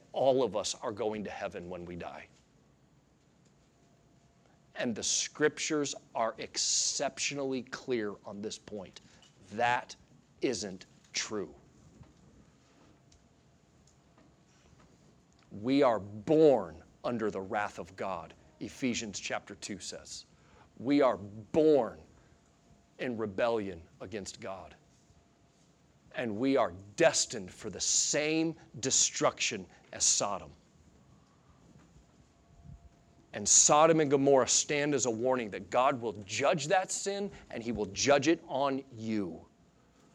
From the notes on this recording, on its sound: Sunday Morning Sermon Audio